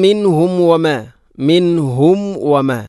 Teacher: സുക്കൂനുള്ള മീമിന് ശേഷം വ വന്നാൽ രണ്ട് ചുണ്ടുകൾ തമ്മിൽ തട്ടി കൂട്ടണം, അഥവാ രണ്ട് ചുണ്ടുകൾ തമ്മിൽ കൂടിയാലാണ് മീമ് പൂർണ്ണമാവുകയുള്ളൂ.